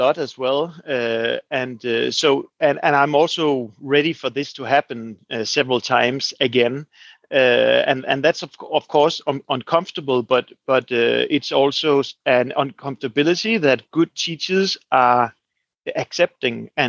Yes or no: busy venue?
no